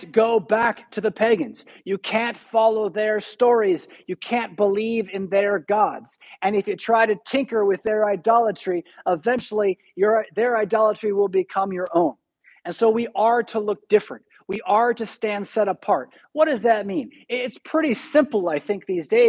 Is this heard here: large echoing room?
yes